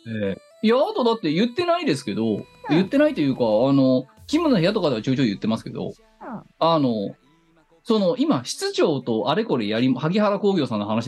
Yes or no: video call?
yes